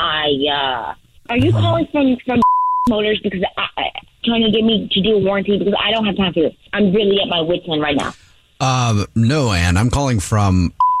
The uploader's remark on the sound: in this Phone Prank!